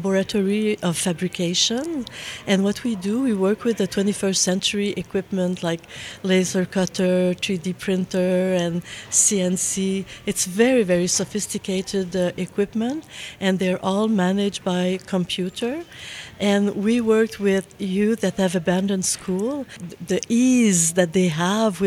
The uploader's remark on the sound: at the Leading the Way 5 conference in Treaty 1 Territory (Winnipeg)